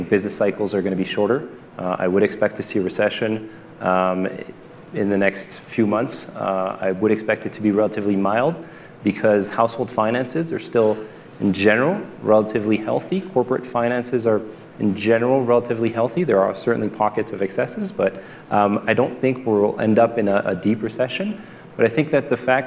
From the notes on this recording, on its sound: Moderated a panel of economic experts at the 2022 Aspen Ideas Festival.